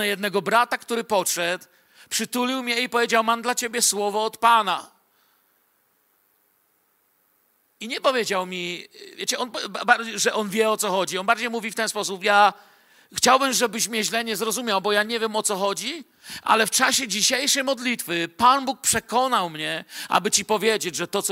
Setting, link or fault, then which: setting, large echoing room